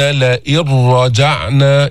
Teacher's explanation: يعني اللفظ تلفظ راء مشددة لا وجود للنون · Term: إدغام بدون غنة